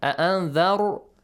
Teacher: را is pronounced heavily because there is a فتح sound before.